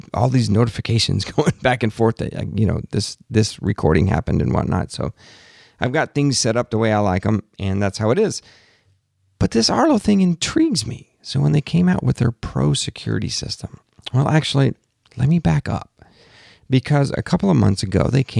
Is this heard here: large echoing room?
no